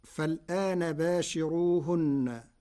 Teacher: قرأ ورش كلمة فالآن بنقل حركة الهمز إلى الساكن قبلها فتصير فلانا، مع ثلاثة البدل، وهي من لغات العرب. · فقرأها ورش بترقيق الراء لوجود كسر قبلها